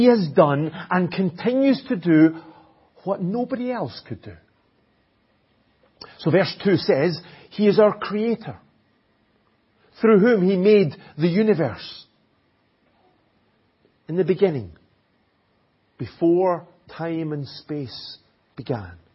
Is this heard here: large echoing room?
yes